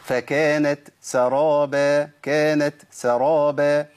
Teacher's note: فكانت سرابا، كانت سرابا، انا بحاول اوضح بس لكن المفروض انها تيجي بشكل اسرع كده، فكانت سرابا، لو الهمس ما طلعش بتاع التاء اعرفوا ان التاء ادغمت في السين، ومش في السين بس، في اي حرف مهموس، لان التاء مهموسه والسين مهموسه، فسهوله ادغامها في حال سكونها. · Term: همس التاء